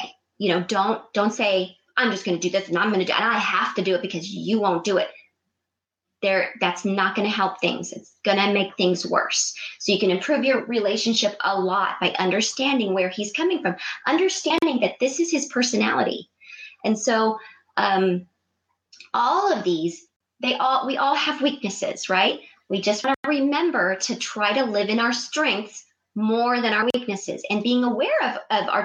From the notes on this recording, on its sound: This episode is the live Blab feed from my live Blab broadcast.